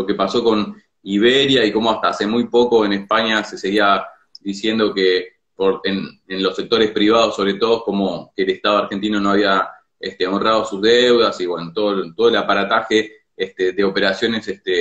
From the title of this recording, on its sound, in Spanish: Entrevistas de cuarentena por Instagram Live